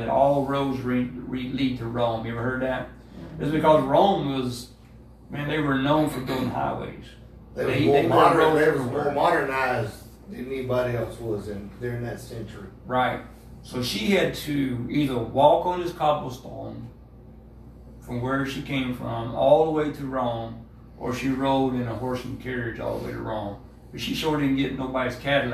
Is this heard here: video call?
no